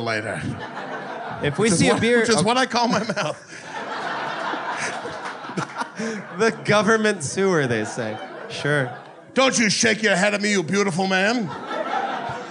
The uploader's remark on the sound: This was recorded live at The Hideout in Chicago.